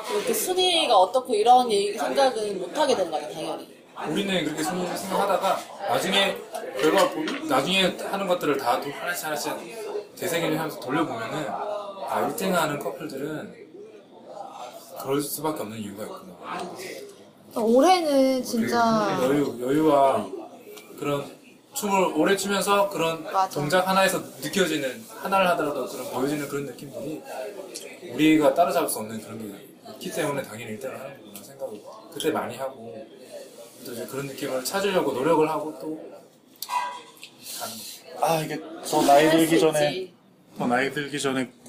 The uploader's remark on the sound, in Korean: (무편집) 양꼬치집 공연 수다. 2화 뒤풀이에서 있었던 공연 관련한 수다 녹음했던 게 아까워서 올려봅니다.